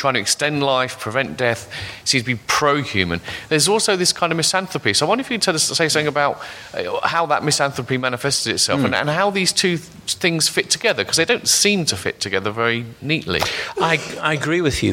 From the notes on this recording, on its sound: The podcast was recorded at the Bristol Festival of Ideas in May, at the Arnolfini . The podcast was recorded at the Bristol Festival of Ideas in May, at the Arnolfini .